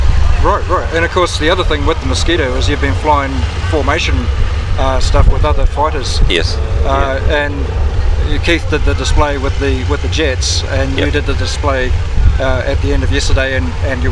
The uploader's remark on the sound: talks live in the field to various people at the Wings Over Wairarapa 2013 Airshow